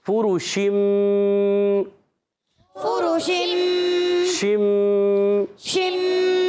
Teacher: اور پھر شین ادا ہوتا ہے وسط زبان وسط تالو سے. شین میں ایک صفت پائی جاتی ہے جس کو کہتے ہیں تفشی، یعنی منہ میں آواز کا پھیل جانا.